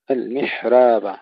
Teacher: ننتبه أن هناك ترقيق الراء فقط بدون تقليل